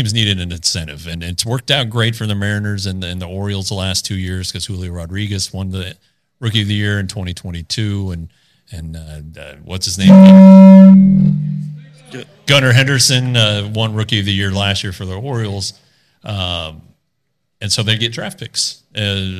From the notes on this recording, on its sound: This is the audio of the first ever Rangers Today Road Show at Hop and Sting Brewery.